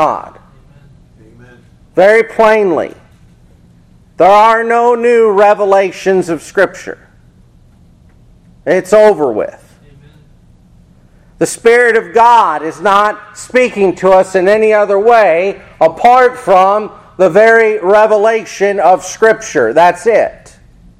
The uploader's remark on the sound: This Sermon Was Preached At Faith Babtist Church In Seffner Fl.